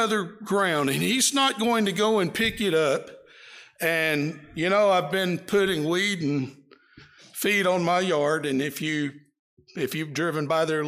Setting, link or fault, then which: setting, large echoing room